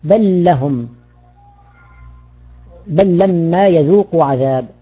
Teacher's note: لاحظ اللام أدغمت باللام